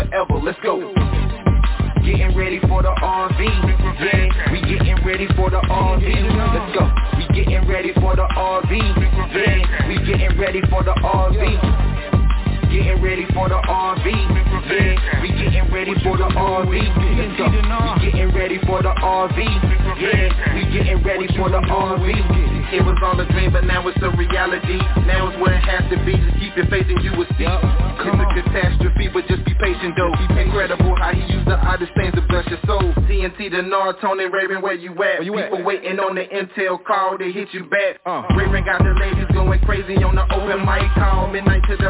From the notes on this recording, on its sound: Conference Call.